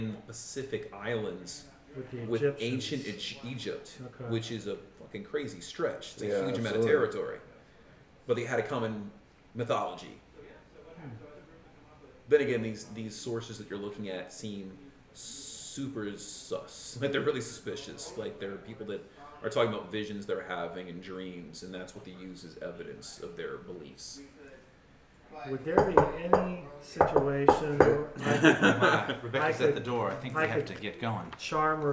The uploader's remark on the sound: Live from CondoCon